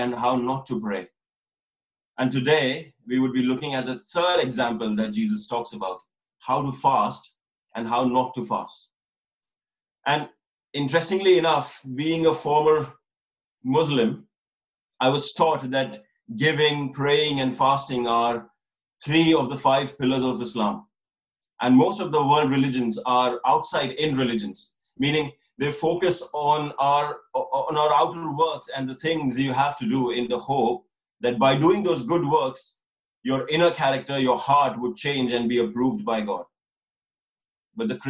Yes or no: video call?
yes